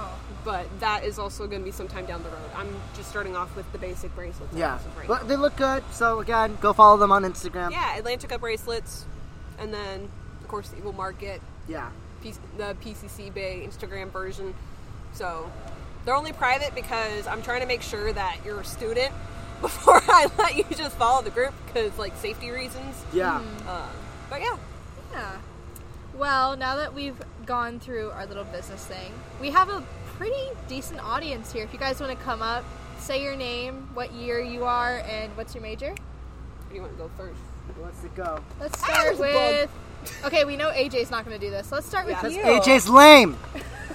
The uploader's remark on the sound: After Hours.......Outdoors. Past curfew....OUTSIDE. Get the full outside audio of us and our amazing audience as we goof off.